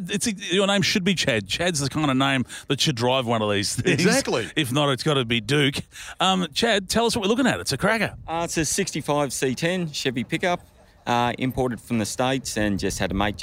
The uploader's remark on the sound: Live from Bendix Brakes